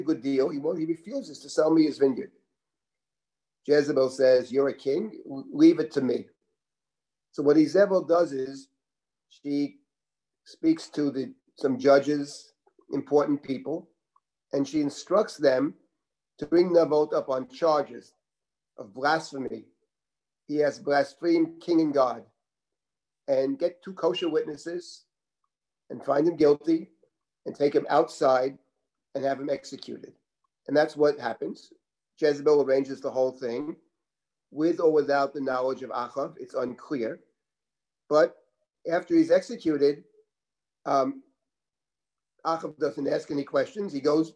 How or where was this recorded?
video call